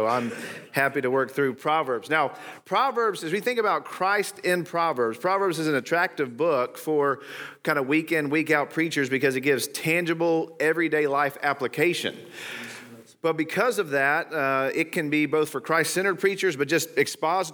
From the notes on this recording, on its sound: Today's episode is from the Christ Centered & Clear Conference in Glenrothes, Scotland.